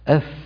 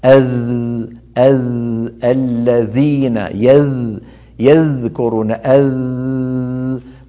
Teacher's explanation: فنعطي الثاء حقها ونعطي الذال حقها، وكلاهما حرف مرقق، لكن الثاء مهموسة، مهموسة يعني يجري معها كثير من النفس، أث وصوتها في شيء من الضعف.